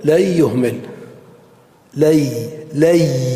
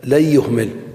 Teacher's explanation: قلبت النون إلى ياء ثم أدغمت الياء في الياء · Term: الإدغام